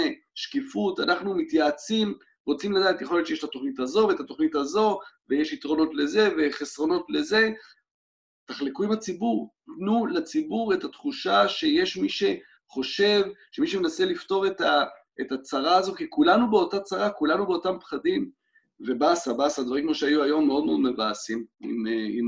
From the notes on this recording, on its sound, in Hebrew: פרק נוסף שהקלטנו בזום מול קהל לייב, מרגישים ממש כמו סיטקום אמריקאי.